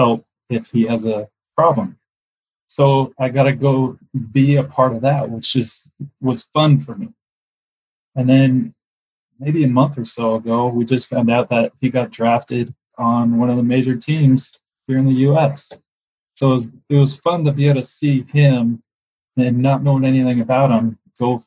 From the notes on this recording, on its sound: This is my first podcast recorded internationally, which I’m very excited about! The sound quality isn’t perfect.